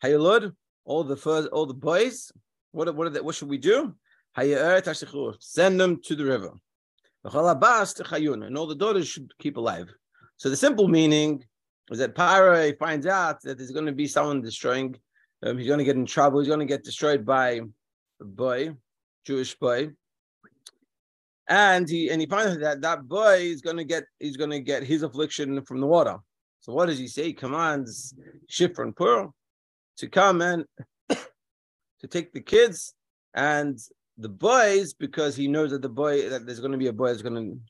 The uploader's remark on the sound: Daily Zoom Shiur.